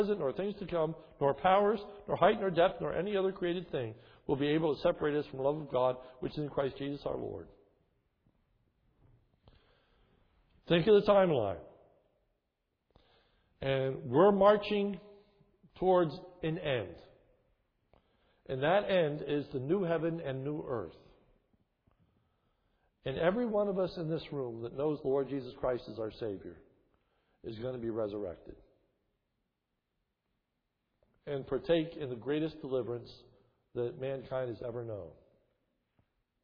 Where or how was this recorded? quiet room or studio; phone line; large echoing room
large echoing room